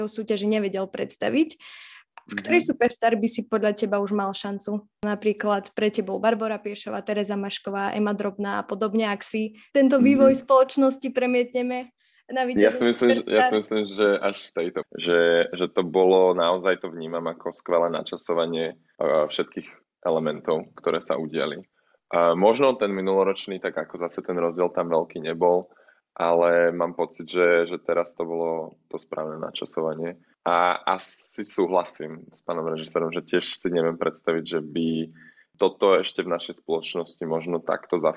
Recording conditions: video call